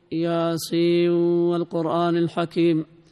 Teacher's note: بإدغام النون في الواو